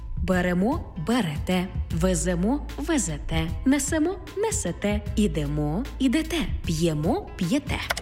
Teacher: У дієсловах на емо, імо, ете, іте наголошуємо останній склад.